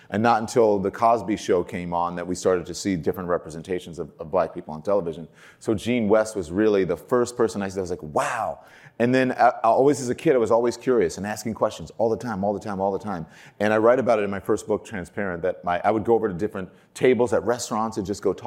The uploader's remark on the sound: Originally recorded at Advertising Week New York 2021.